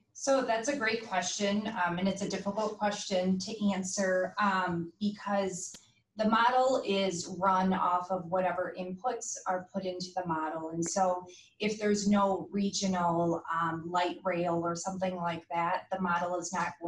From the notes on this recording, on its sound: Zoom meeting